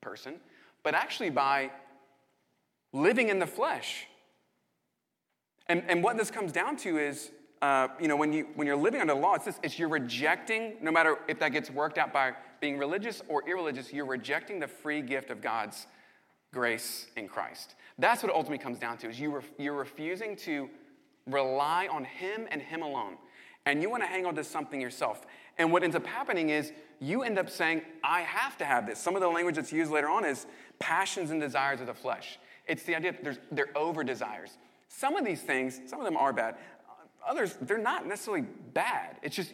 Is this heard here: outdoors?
no